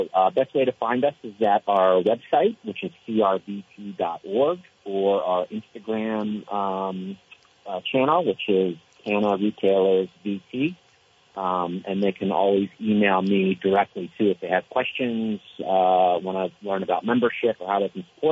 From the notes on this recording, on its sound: open phones